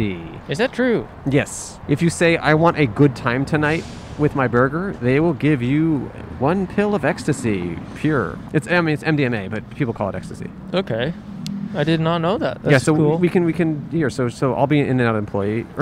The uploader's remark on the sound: We recorded in front of iconic California institution In-N-Out. A lovely past guest who happened to walk by again. On Brand Blvd in Glendale.